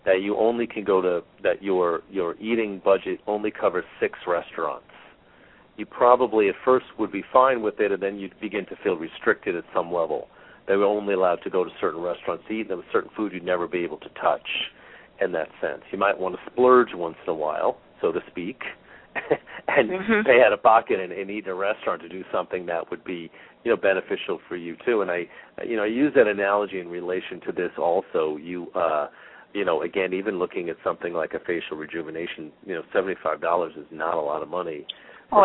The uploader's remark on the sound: Callers with questions or comments are encouraged to call in live, or to ask questions in the chat room. Halfway through the show the phone lines will open for question for my guest.